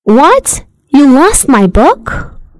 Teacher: We use rising intonation to show surprise.